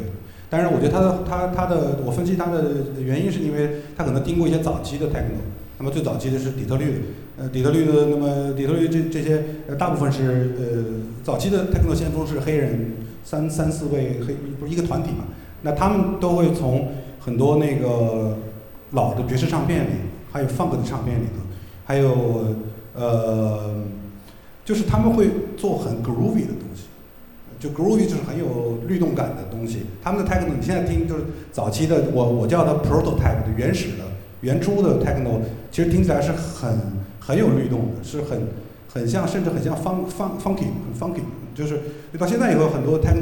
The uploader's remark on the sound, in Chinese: 凯迪拉克·上海音乐厅“乐无穷”分享会的实况录音。提供现场声音收录与播客发布许可。41:49 观众提问：爵士乐进古典音乐厅，会有不适吗？声音收录/题图照片：上海音乐厅。